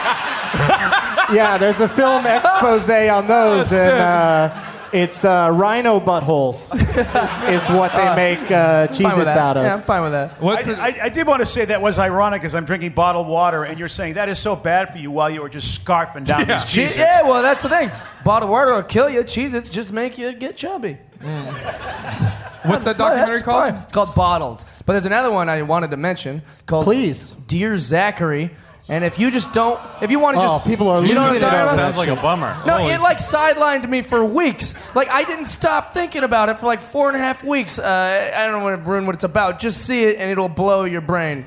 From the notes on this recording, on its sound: From Parlor Live in Bellevue WA